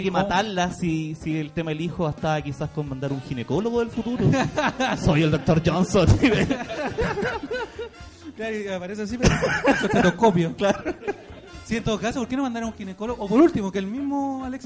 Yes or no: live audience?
yes